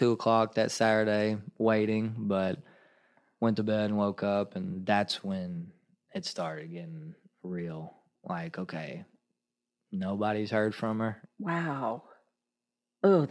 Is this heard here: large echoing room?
no